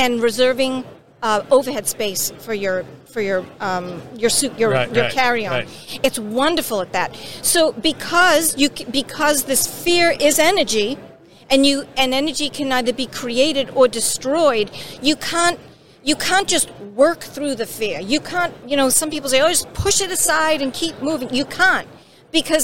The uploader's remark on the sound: is onsite at the 30th Annual SMRP conference